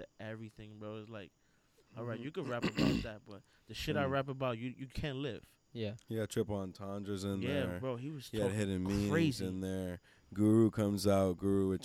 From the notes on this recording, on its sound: Recorded live outside